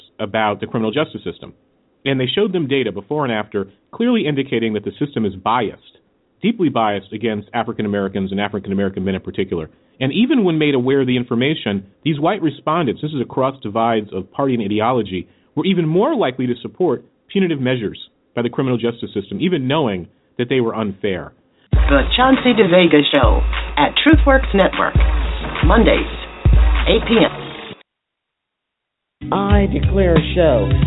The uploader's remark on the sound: LIVE and call-in broadcast which reviews, analyzes and discusses the major political events and consequences in America.